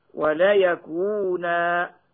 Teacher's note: نون التوكيد المخففة تثبت ألفا وقفا